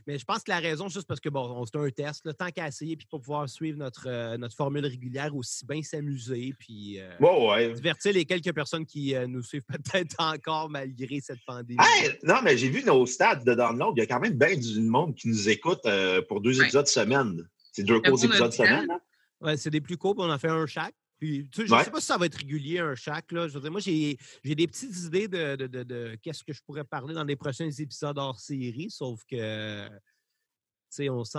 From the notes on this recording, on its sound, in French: on profite du confinement en essayant un premier épisode sur Zoom!